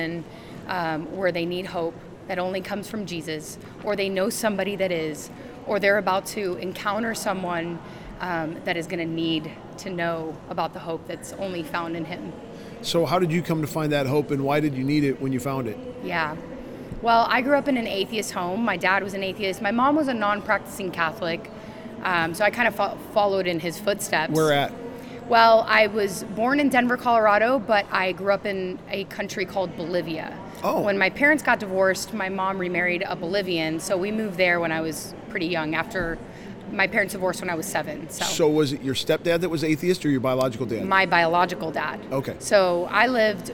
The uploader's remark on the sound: LIVE from CPE 2022!